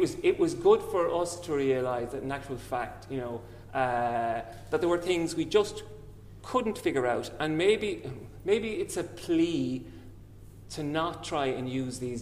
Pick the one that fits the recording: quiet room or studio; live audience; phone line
live audience